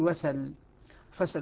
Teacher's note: حركة الهمزة ألقيت على السين وحذفت الهمزة، سقطت الهمزة. · Term: النقل